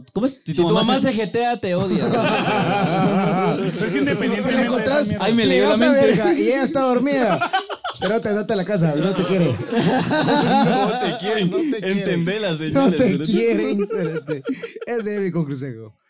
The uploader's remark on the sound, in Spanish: el episodio de esta semana lo grabamos en vivo en Panorama Cuatro, restaurante en la Antigua Guatemala